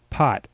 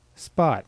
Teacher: feel the puff of air that comes out when you say pot, but that does not come out when you say spot.